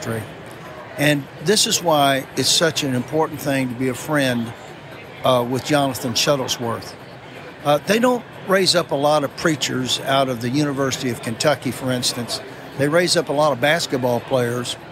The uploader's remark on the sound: LIVE from the National Religious Broadcasters Convention in Nashville TN